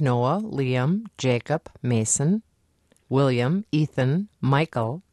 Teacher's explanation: A remarkable percentage are two syllables with a stress on the first syllable, and preferably ending in the letter M.